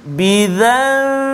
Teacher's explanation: nun mati bertemu dengan ba nama dia iqlab huruf dia ba cara baca dia tukar bunyi nun tadi kepada mim dengung dengan kadar dua harakat